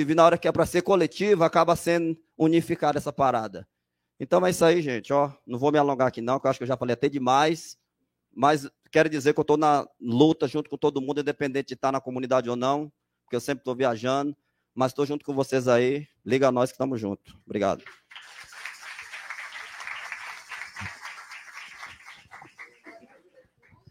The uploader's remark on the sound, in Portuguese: Sexta Feira Audiência Pública Externa - ZONA NORTE - Casa Cultural Hip Hop Jaçanã. Estamos ao vivo na audiência pública externa. Na cidade de São Paulo.